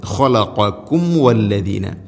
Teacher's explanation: സാക്കിനായ മീമിന് ശേഷം വ, രണ്ട് ചുണ്ടുകൾ തമ്മിൽ തട്ടിച്ച് മീമിനെ പൂർണ്ണമാക്കി ഉച്ചരിക്കണം.